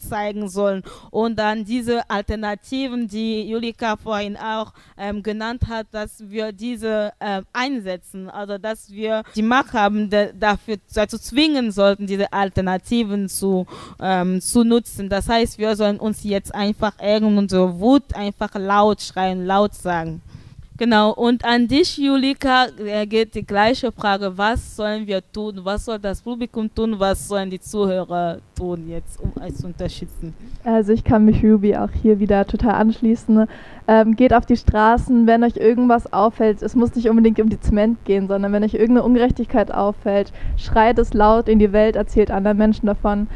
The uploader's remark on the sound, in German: PANEL Live aus dem Colombipark